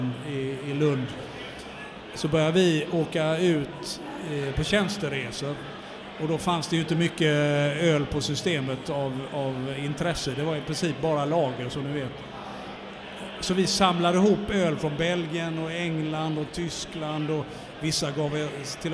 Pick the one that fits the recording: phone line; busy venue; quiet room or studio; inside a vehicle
busy venue